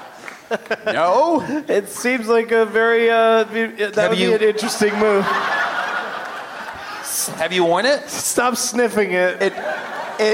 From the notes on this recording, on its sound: Live from the Gramercy Theatre in NYC